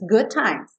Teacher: Não vai quicar duas vezes, uma no D e uma no T.